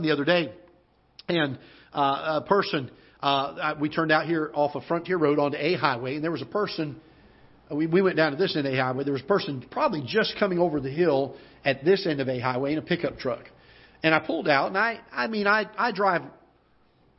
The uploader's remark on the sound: Ketha Heights Baptist Church ~ Live Broadcast